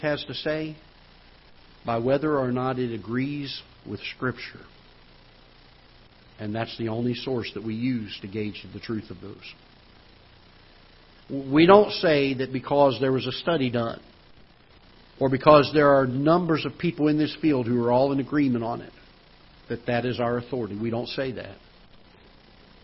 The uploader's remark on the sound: Ketha Heights Baptist Church ~ Live Broadcast